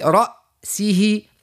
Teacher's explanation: ومن بعد رأسه نفخموها الراء نطلعوها لفوق